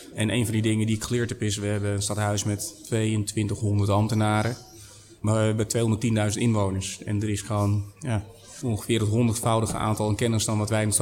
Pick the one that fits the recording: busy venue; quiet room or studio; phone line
busy venue